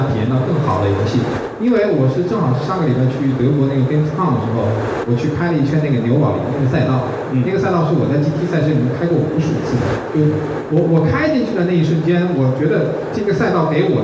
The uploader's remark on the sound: 大会首次设置了移动游戏论坛. 这期节目，就是这次讨论的录音。 录音效果非常差. This episode is the audio record of the roundtable session. I'm sorry that the sound quality is not good.